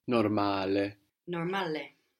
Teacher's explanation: we have the accent on the second last syllable, no? On the a normale. And the vowels, we're pronouncing them clearly, not like English when we say normal, we have that sound, you know?